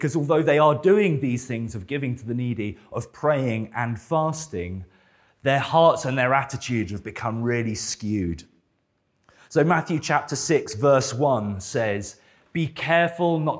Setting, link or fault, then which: setting, large echoing room